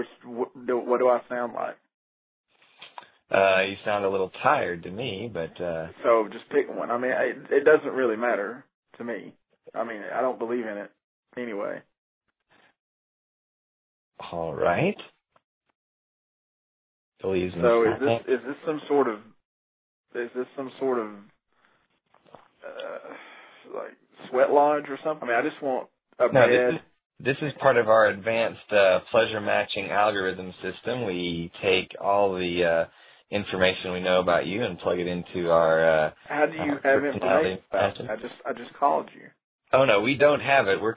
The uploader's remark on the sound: A recording of a call to a reservation agent for a hotel.